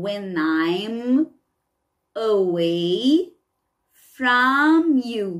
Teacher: a gente vai unir esse when com I'm, porque aqui nós temos uma consoante, um som de consoante, e aqui nós temos um som de vogal